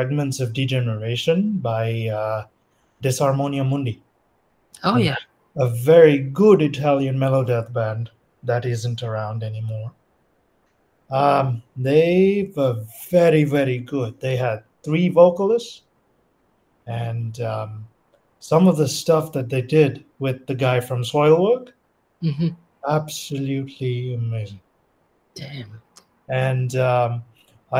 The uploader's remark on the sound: Recorded via Google Meet.